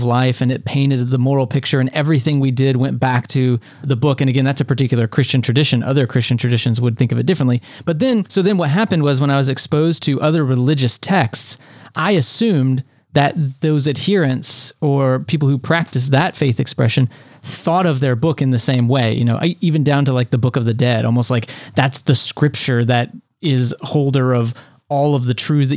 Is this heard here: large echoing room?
no